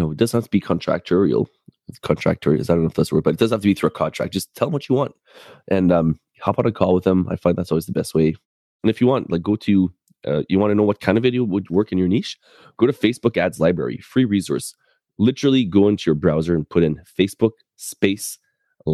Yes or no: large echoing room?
no